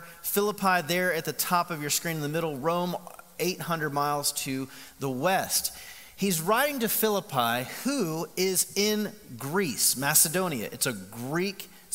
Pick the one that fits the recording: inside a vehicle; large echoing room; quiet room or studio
large echoing room